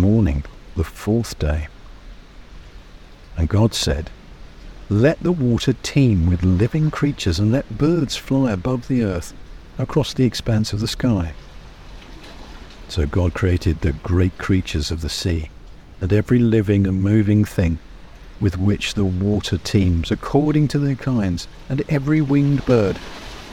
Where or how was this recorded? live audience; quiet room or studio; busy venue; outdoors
outdoors